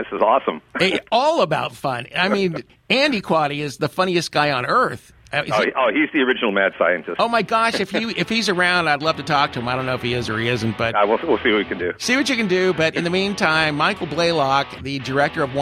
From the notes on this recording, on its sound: Recorded the prior week at WineSong 2016, we saved this extra-special interview for this week because it about a lot more than WineSong. In this phone conversation.